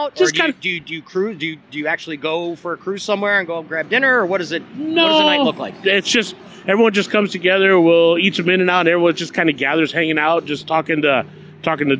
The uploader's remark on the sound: Recorded – October 28, 2 018, in Ontario, CA. We are out at Ontario Volkswagen in the Los Angeles suburb of Ontario, California. Outside the dealership, quite literally, during the Second Annual Ontario Volkswagen Oktoberfest.